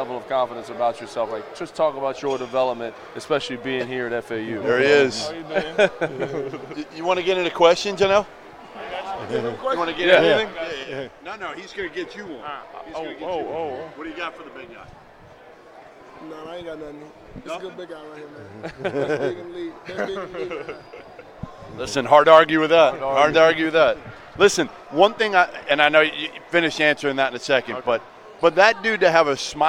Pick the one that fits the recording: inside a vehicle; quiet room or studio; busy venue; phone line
busy venue